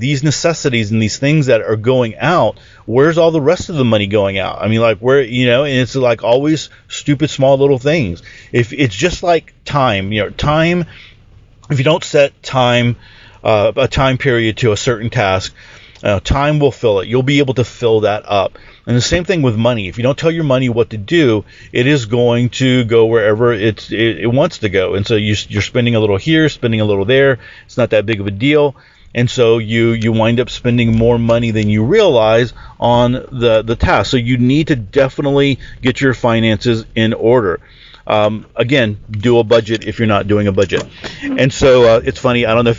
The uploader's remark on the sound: The Ready Your Future Podcast is now recorded in my truck, on the way to work.